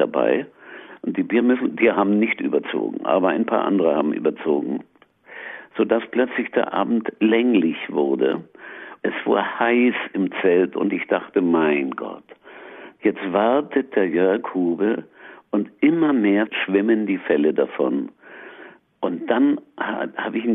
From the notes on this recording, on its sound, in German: Am Telefon in Berlin.